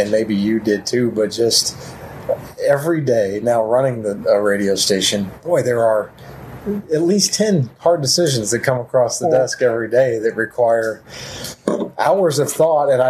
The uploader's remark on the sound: on this episode of Business Over a Brew from Elijah P's Burgers and Brews in Alton